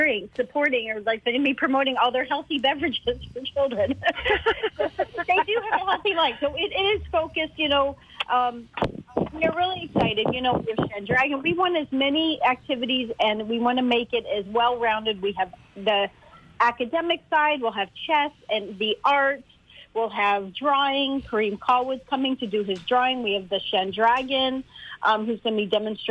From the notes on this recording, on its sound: joined on the phone